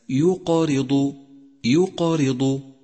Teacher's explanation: تاسعا، تأمل اللون الأزرق الفاتح لحرف القاف في كلمة يقارض يقارض، إشارة إلى وجود القلقلة، وهي هنا قلقلة صغرى لوقوعها في منتصف الكلمة